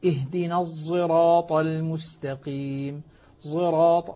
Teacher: لاحظ الصاد أغلب استعلاء الصاد واضح واضح الاستعلاء وأيضا الإطباق في الصاد موجود · Term: إشمام الصاد زايا